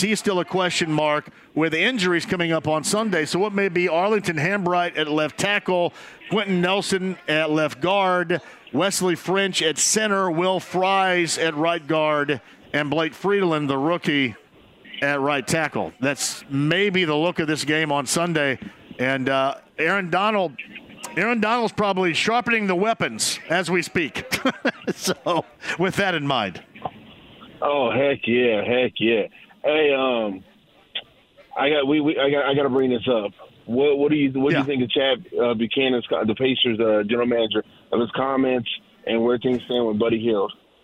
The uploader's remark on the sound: Full Show: Live From Mucky Duck On A Blue Friday!